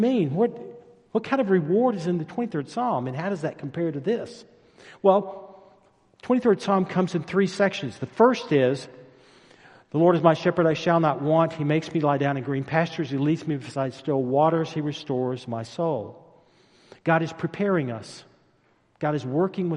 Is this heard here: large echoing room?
yes